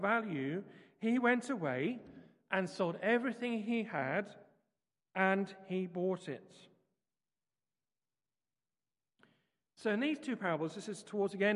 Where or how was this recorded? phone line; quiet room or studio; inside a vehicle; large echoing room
large echoing room